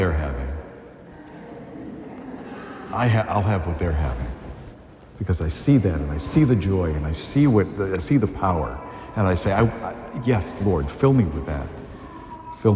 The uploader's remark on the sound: A homily delivered at Holy Family Parish in Amesbury, Massachusetts.